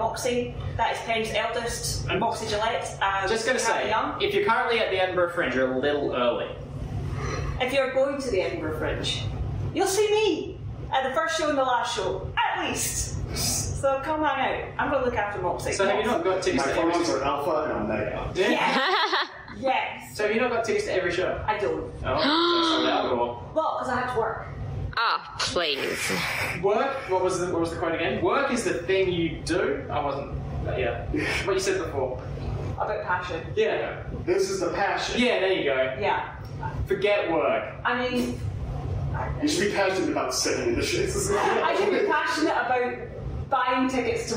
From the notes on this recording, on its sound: Here's an impromptu episode that we recorded live at the Great Night Studio! It was recorded on an iPhone so that's why it sounds crappy.